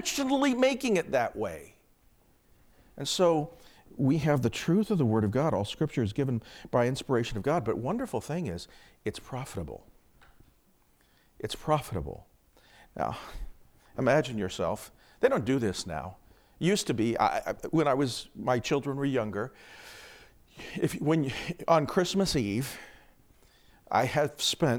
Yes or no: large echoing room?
yes